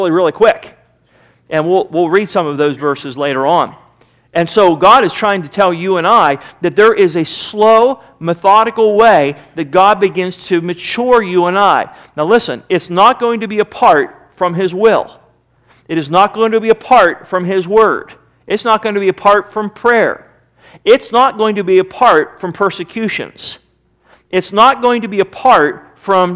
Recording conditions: large echoing room